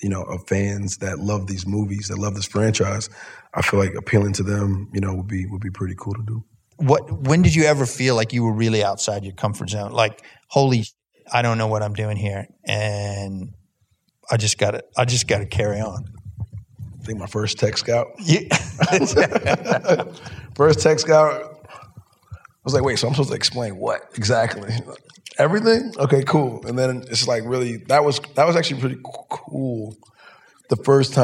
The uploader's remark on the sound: in a Q&A at the DGA theater in Los Angeles